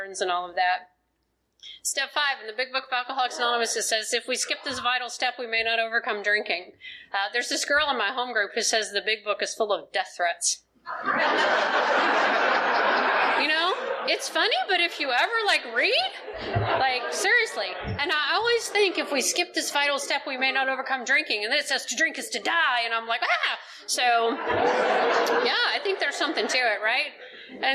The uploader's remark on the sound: is telling her story at the 44th Annual Oceanfront Conference held in Virginia Beach Virginia in February of 2020